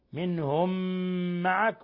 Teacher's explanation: قوله تعالى: طائفة منهم، إضغام بغنة لوجود تنوين الضم بعده الميم، إضغام بغنة، ثم منهم نون ساكنة جاء بعدها الهاء، إظهار حلقي، ثم ميم ساكنة جاء بعدها ميم متحركة، أضغمت الميم الأولى في الثانية، منهم معك، وهذا ما يسمى عند القراء بإضغام مثلين صغير مع تحقيق غنة مقدارها حركتين من الخشوم.